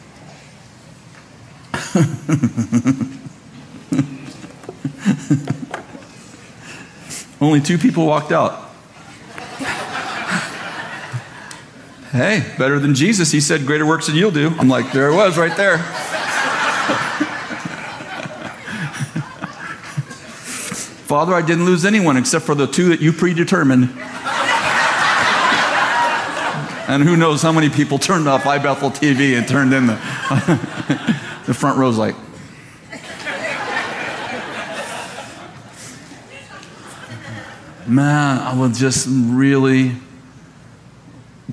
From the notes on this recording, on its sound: at Bethel Church in Redding, CA